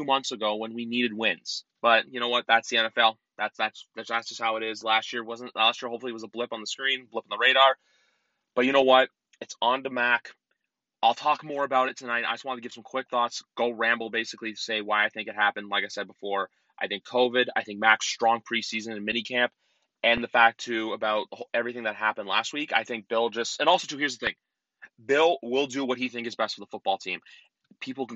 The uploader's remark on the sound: Quick Carcast episode